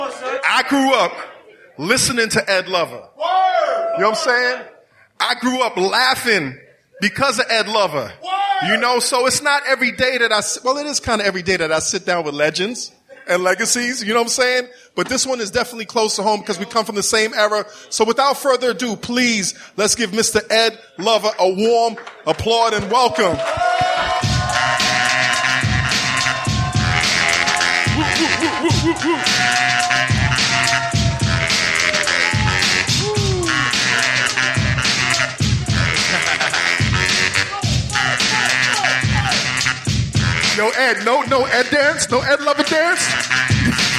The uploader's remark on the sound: the live recording of The Combat Jack Show LIVE